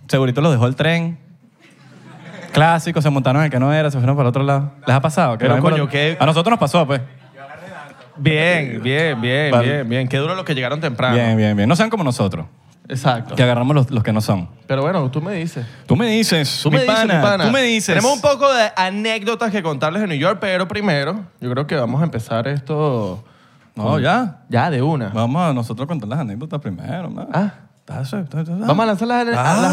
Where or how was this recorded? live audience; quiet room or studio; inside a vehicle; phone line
live audience